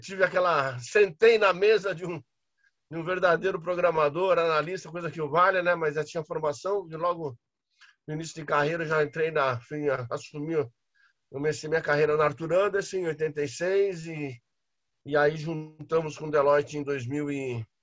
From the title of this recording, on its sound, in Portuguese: Áudio Webinar